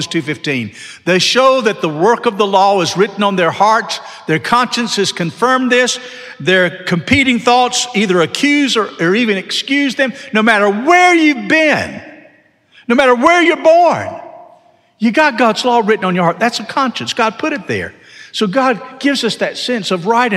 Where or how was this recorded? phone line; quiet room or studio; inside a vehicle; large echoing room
large echoing room